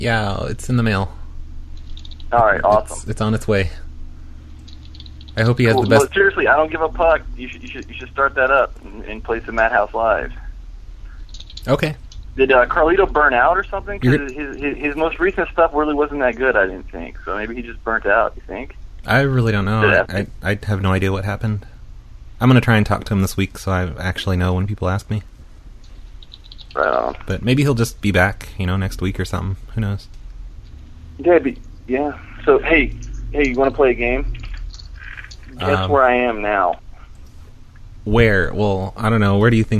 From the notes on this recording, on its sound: …'s Personal Prank Phone Calls Collection.